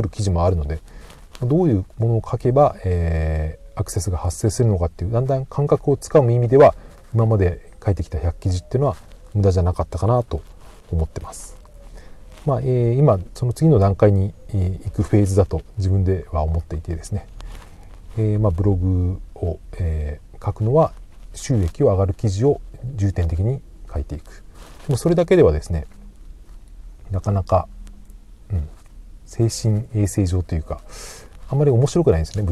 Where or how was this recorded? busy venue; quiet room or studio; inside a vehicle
inside a vehicle